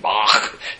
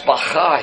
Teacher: when you're saying Bach rightly in German, Johann Sebastian Bach, you got to clear your throat